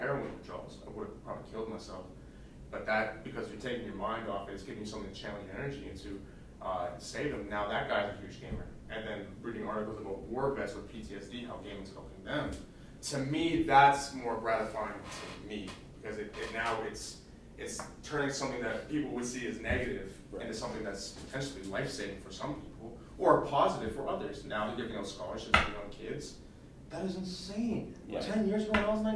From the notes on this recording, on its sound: Instead of a typical podcast chat, we recorded our meeting. It’s not the best sound quality as it’s a documentary style podcast instead of an arranged podcast.